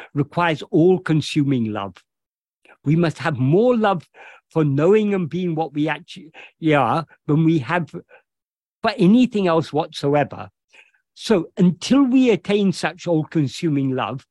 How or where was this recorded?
video call